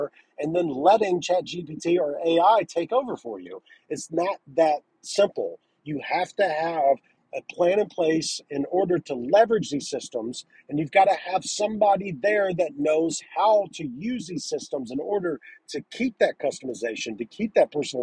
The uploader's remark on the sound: This is a business in the car episode